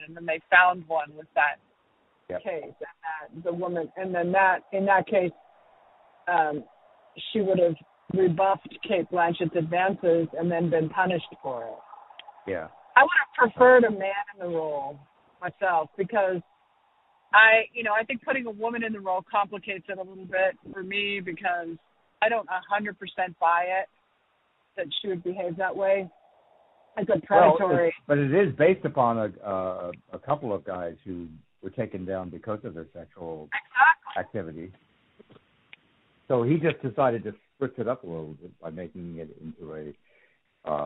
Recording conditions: phone line